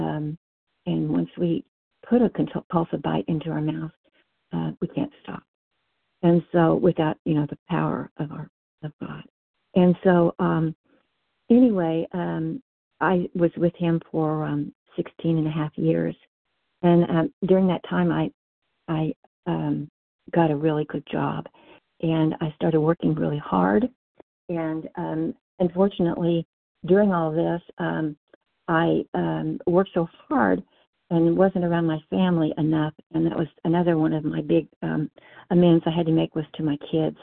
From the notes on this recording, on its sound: 100 Pounders Phone Meeting.